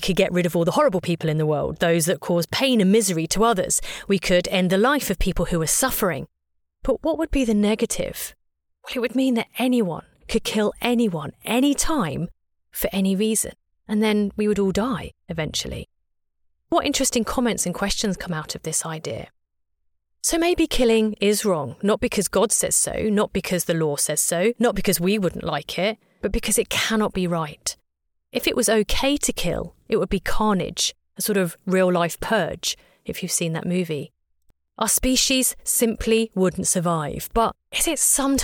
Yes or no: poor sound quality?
no